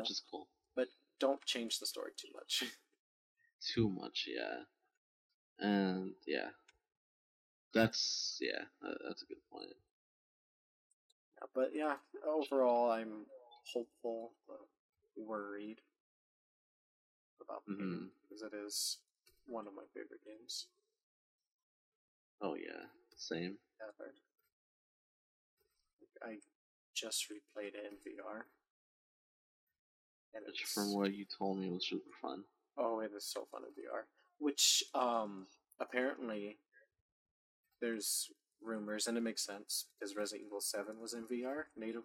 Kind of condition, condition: fault, poor sound quality